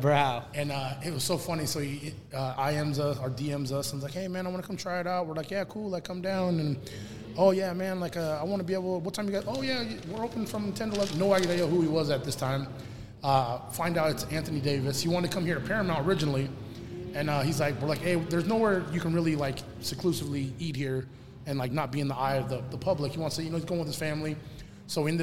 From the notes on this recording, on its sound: Live from the Smoke and Fire Social Eatery.